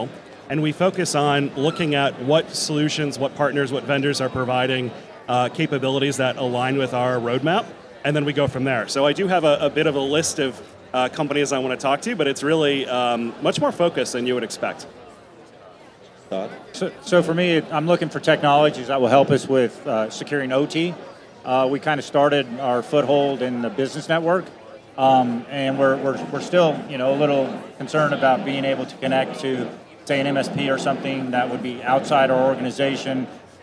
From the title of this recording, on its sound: Live from BlackHat 2023